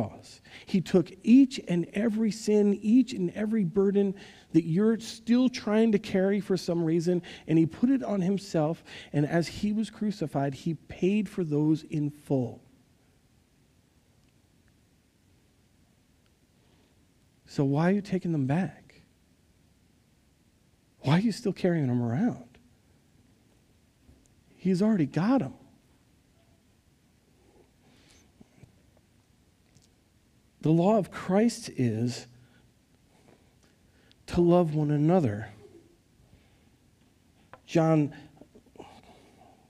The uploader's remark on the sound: Recorded live at Word of Life Church in Le Sueur, Minnesota, on November 13, 2022